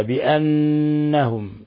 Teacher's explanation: لابد من إطباق الطرف اللسان على أصول الثنايا العليا مع غنة من الخشوم. بأنهم، إذن هذا حرف غنة مشدد يغن مقدار حركتين. · Term: نون مشددة